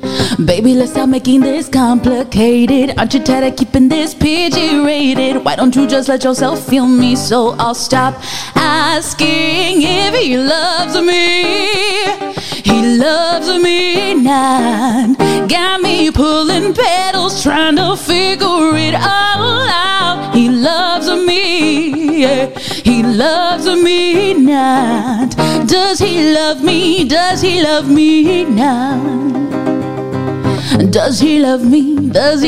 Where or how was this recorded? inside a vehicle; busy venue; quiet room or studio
busy venue